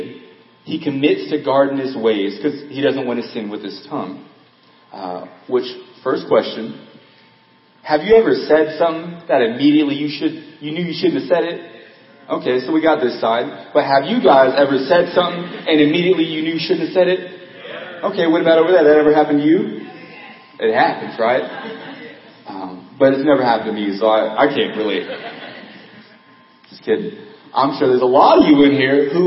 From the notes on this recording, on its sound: Audio Quality Lower Than Normal.